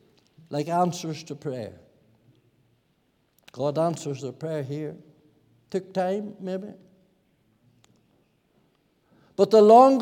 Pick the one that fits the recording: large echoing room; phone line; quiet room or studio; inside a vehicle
large echoing room